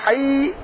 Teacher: یہ تھوڑا سا کھینچا جائے گا تشدید کی وجہ سے